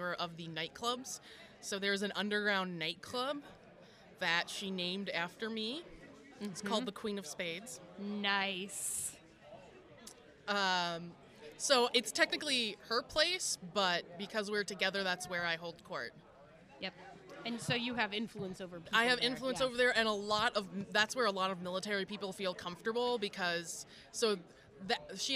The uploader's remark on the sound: LIVE FROM QUEEN CITY CONQUEST!